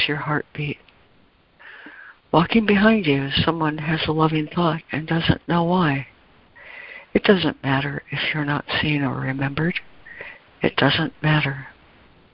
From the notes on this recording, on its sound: ACIM Daily Conference Call